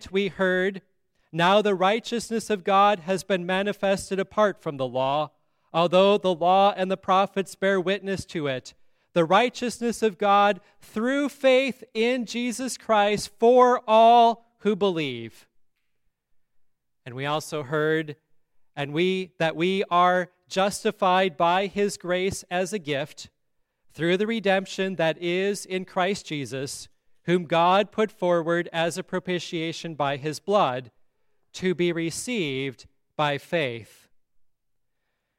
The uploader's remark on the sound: At Grace Lutheran Church in Lexington.